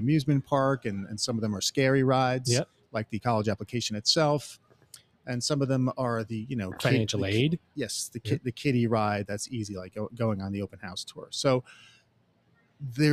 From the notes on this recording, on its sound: LIVE From Element451's 2023 ENGAGE Summit. In Raleigh, North Carolina.